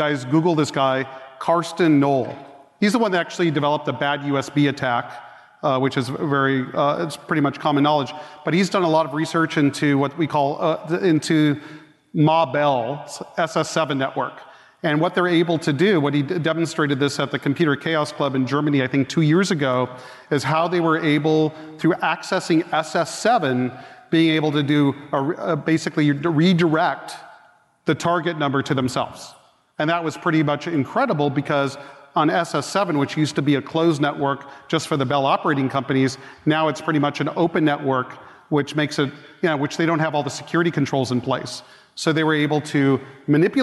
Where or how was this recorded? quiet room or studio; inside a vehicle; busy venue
busy venue